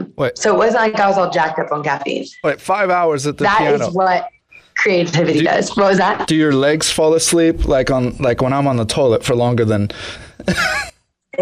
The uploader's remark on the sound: Host a zoom call.